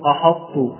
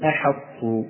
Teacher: إذا نرجع به إلى أصله، فيكون الحرف واضحا، وحاء حف حطى حاء حف حطى أحط، لا نقول أحط فأفخم الألف وأفخم الحاء، نقول أحط · Shown in: second take